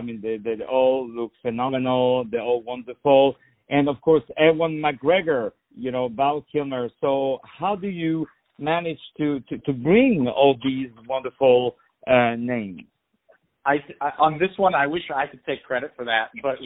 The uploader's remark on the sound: On the phone